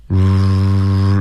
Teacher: 是一个卷舌和嘟嘴的一个音 r 它听起来很模糊不清楚